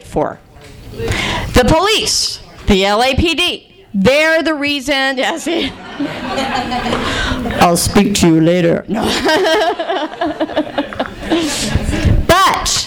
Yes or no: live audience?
yes